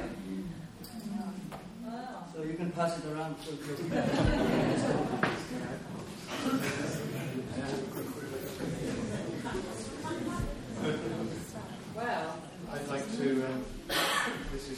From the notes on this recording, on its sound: This event featured readings, discussion, music and questions from the audience